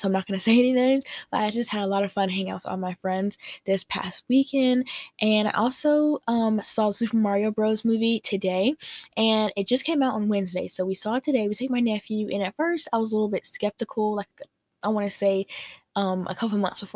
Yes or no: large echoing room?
no